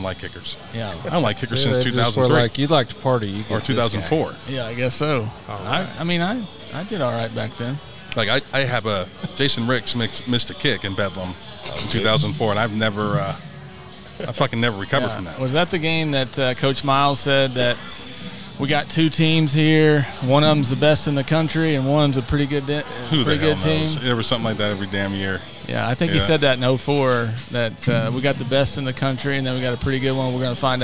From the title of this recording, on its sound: Live at Clark Crew BBQ